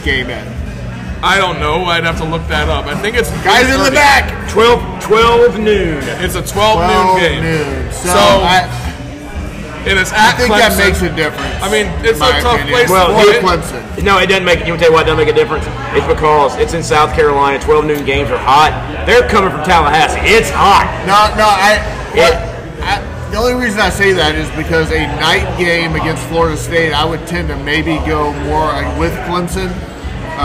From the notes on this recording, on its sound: We are just some neighborhood friends who get together weekly at MJ’s Grill in Columbia SC with some brews and a microphone.